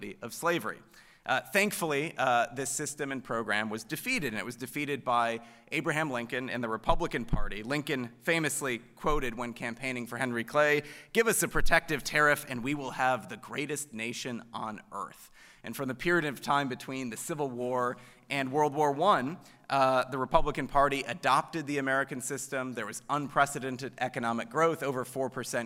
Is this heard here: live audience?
yes